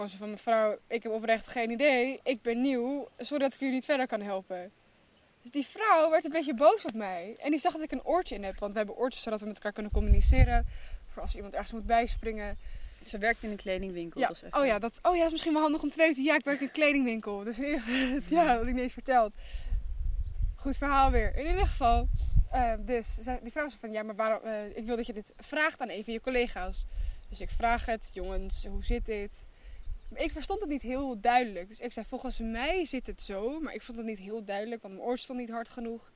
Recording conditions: wind noise